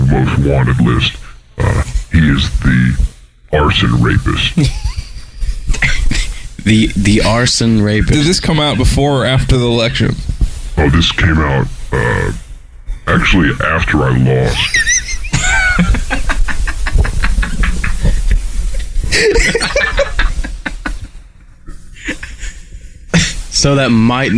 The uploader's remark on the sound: Not for fans of good quality audio. The choice snippets from the old podcast.